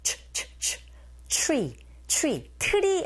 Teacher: T 사운드, R 사운드 또 같이 붙어 있을 때 ch, ch, ch